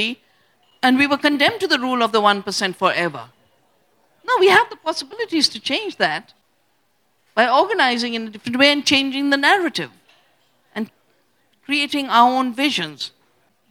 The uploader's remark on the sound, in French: Conférence enregistrée en public à la REcyclerie. Enregistrement : le 18 novembre 2023 à la REcyclerie.